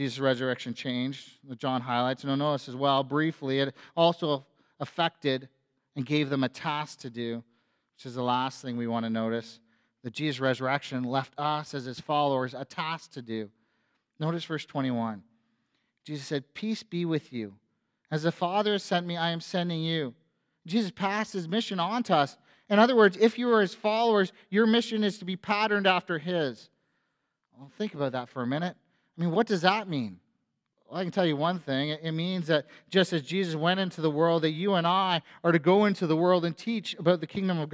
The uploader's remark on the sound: A sermon on Easter Sunday at FBC Church in Cobourg,